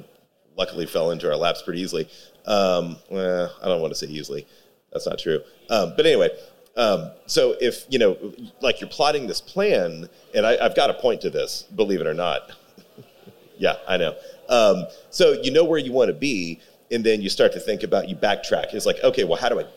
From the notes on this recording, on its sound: This episode was recorded in front of a live audience at Whiskey Tango Foxtrot in Austin, Texas.